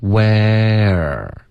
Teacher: where 会有一个舌头的动作，导致它有一个滑动 · 从这个 a 呢，你的舌头就要降下来往后。稍微卷一点，滑到一个二的音 · Term: 双元音